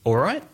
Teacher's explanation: Just say, all right, with rising intonation, which means, how are you?